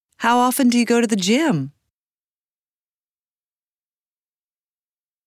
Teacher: Notice how the words Jim and lot are stressed. Notice how the voice falls on Jim and rises on lot. · Term: intonation in questions